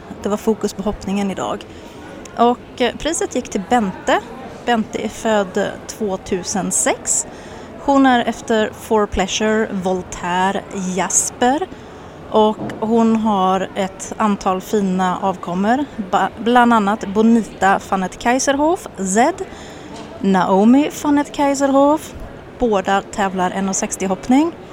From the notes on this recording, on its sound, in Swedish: Poddat live från en spånbal vid entrén till Brabanthallen i den Bosch, Holland